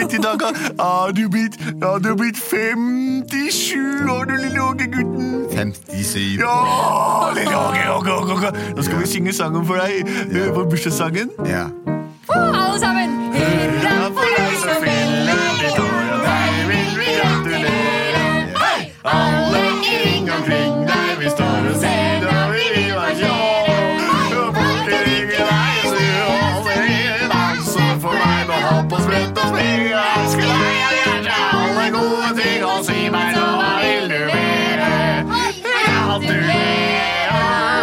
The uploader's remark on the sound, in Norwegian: Forslag gitt på sparket av alle barna i publikum.